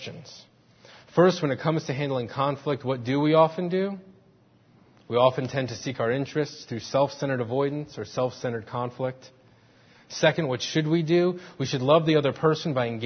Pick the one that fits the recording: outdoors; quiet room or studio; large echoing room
large echoing room